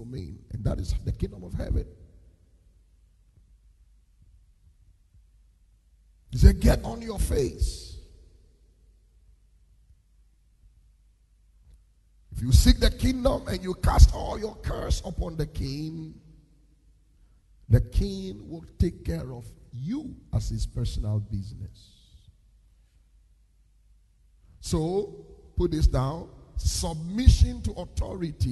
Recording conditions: large echoing room